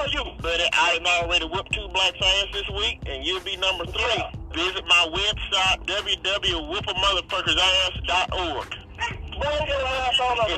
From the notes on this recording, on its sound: We prank phone call this guy